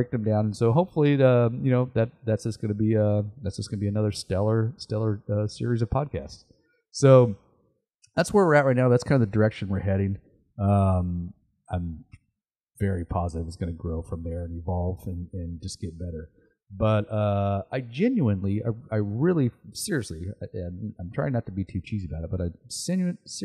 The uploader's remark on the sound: This is a quick and raw (new sound recording devices are on the way)